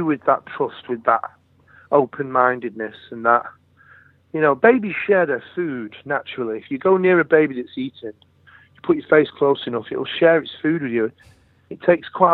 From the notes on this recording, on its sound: phoned